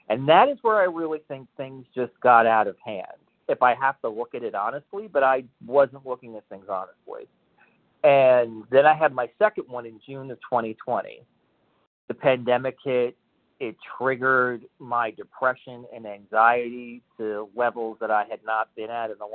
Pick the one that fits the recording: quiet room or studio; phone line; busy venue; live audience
phone line